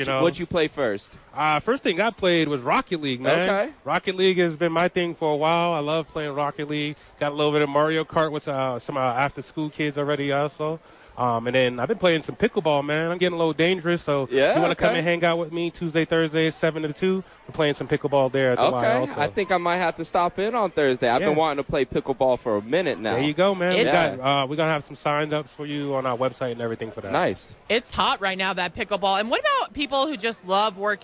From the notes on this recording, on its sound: live from Top Golf for the YMCA Charity event